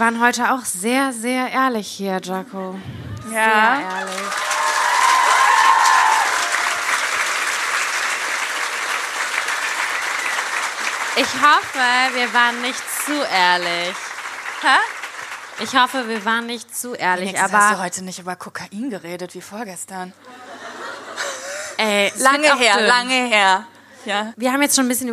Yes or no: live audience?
yes